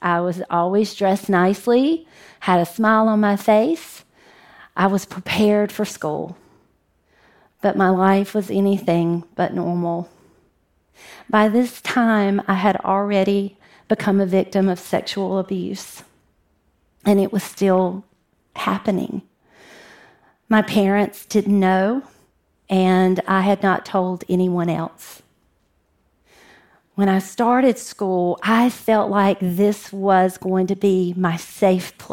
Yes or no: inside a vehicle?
no